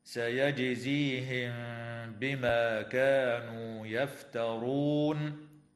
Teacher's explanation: تقلقل الجيم في كلمة سيجزيهم وتخفى الميم الساكنة مع الغنة عند الباء في قوله تعالى: سيجزيهم بما، وتنتهي الآية اتفاقا عند كلمة يفترون، ويوقف عليها من قبيل الوقف الكافي.